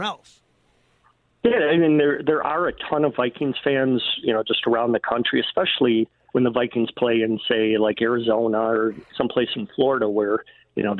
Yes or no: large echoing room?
no